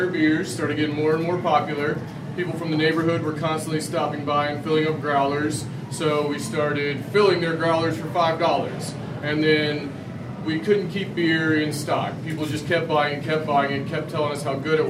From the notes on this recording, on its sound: LIVE 81Bay Brewing Co. The Best MicroBrewery in South Tampa.